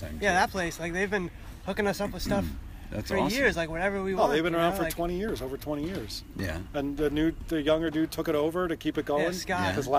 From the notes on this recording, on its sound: This podcast interview was recording during the mid school bike swap and dig day, the place was hopping with volunteers and vendors